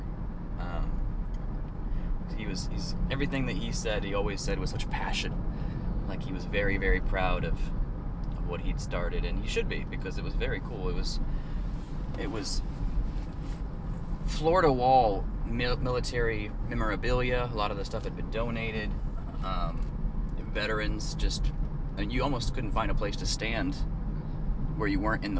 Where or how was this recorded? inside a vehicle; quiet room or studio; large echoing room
inside a vehicle